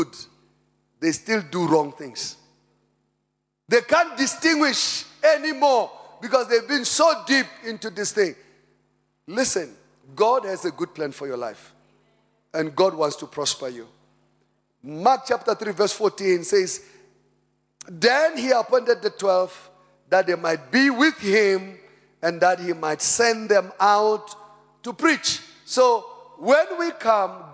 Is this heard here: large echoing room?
yes